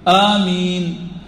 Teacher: لا بأس بأن تمد الياء 2 أو 4 أو 6 حركات، ولكن الألف المد الطبيعي حركتان